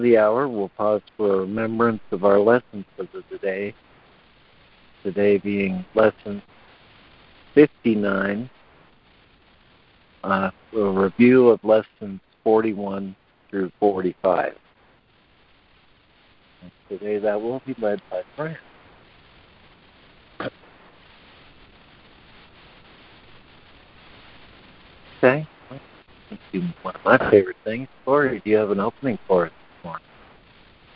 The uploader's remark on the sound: ACIM Daily Conference Call